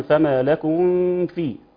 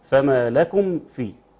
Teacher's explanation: والصواب أن نطبق الشفتين مع الضغط حتى نبالغ في إظهار الميم في هذه الحالة · Shown in: second take